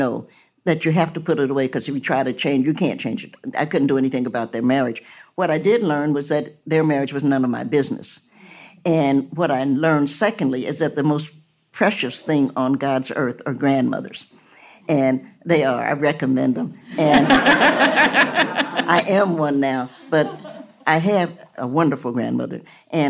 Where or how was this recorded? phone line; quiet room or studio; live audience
live audience